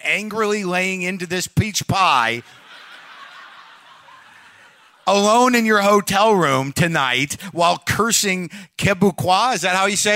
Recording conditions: live audience